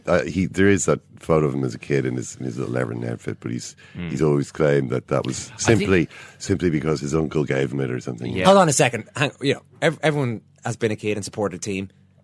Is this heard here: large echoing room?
no